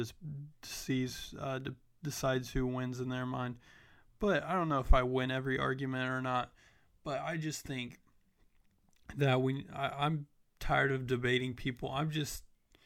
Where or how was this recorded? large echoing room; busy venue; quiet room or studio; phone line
quiet room or studio